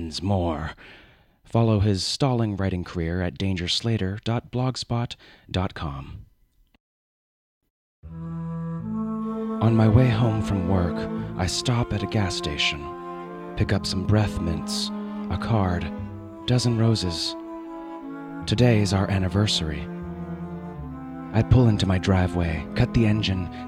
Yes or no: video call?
no